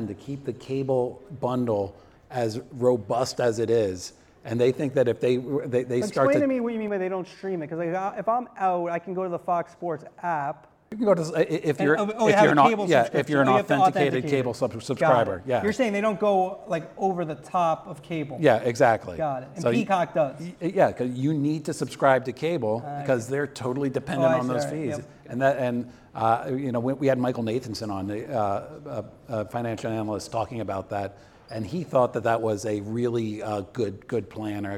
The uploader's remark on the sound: Co-hosted this podcast at SBJ’s Media Innovators conference in New York City. The live audience attending the late afternoon taping.